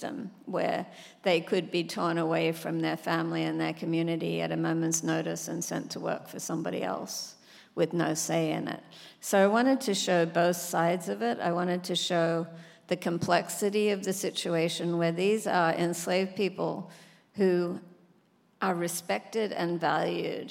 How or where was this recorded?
live audience